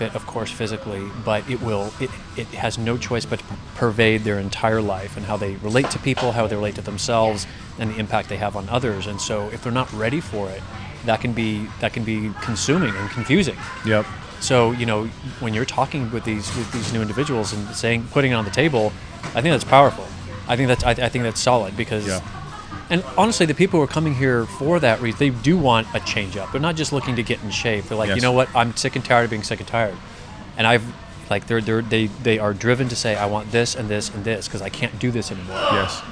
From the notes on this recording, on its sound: LIVE & UNCUT! Recording directly in Smash Iron Fitness LIVE.